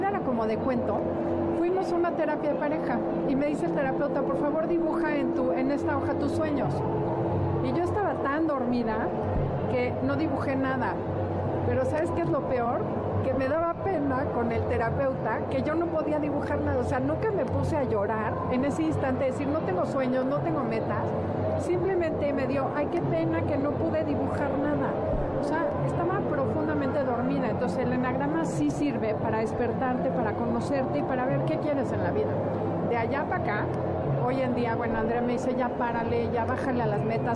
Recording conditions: busy venue